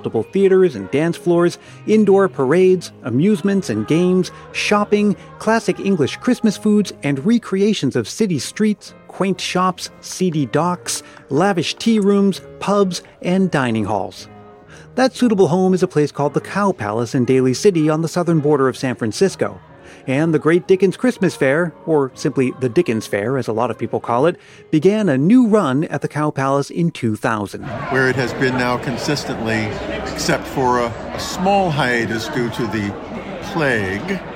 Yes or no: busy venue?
yes